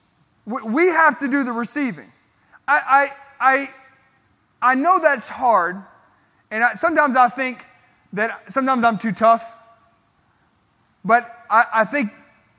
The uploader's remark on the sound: This sermon was recorded at Family Worship Center in Columbia, SC on Sunday, April 16, 2022.